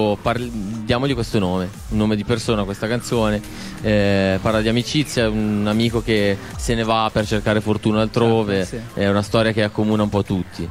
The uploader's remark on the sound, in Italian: A Bassa Fedeltà On Air in diretta prima del live al Filandone Sounds Good.